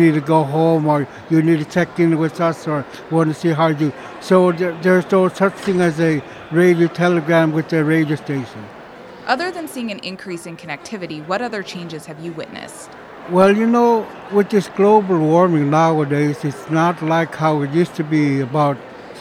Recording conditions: busy venue